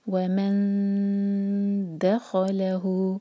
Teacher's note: وَمَن مین کے بعد جو نون ہے ایم ٹی ہے، اس کے بعد دال ہے، تو ہمیں اخفاء کرنا ہے، تو ہم لائٹ اخفاء کریں گے، زبان کو فلیٹ رکھیں گے، دال کے لیے زبان تیار. وَمَن دَخَلَهُ، اب یہاں پر دال لائٹ ہے، خا ہیوی، دَخَلَهُ، دال ہیوی نہ کریں اور لام کو بھی ہیوی نہ ہونے دیں.